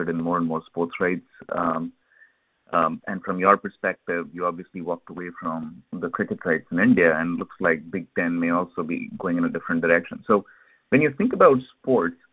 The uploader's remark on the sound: Earnings Conference Call